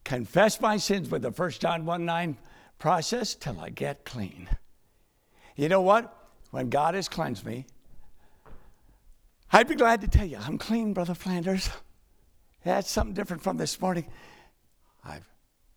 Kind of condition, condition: setting, large echoing room